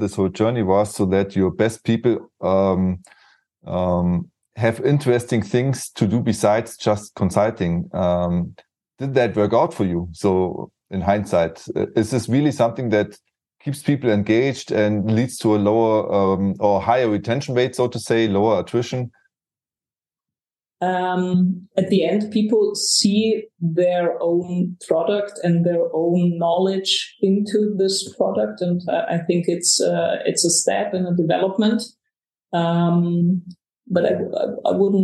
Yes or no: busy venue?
no